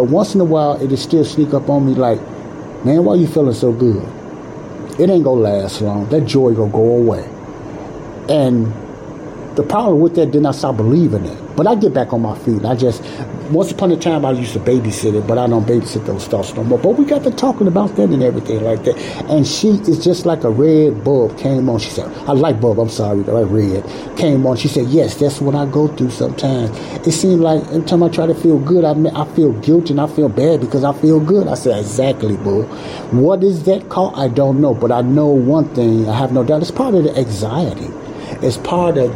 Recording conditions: background noise